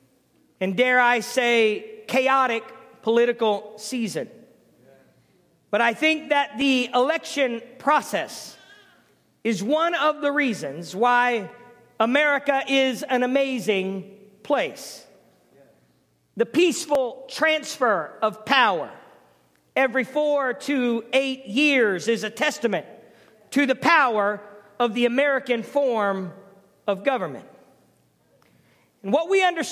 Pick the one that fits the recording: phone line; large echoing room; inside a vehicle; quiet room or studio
large echoing room